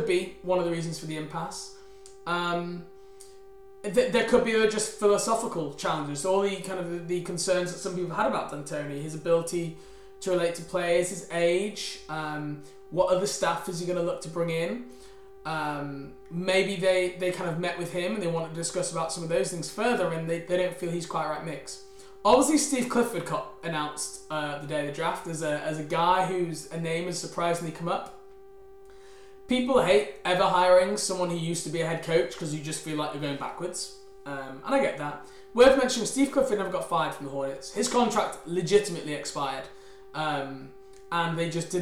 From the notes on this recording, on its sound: LIVE Draft Show. Apologies for the minor humming background noise, we are unsure why this is. We found if you turn the volume down it's more manageable.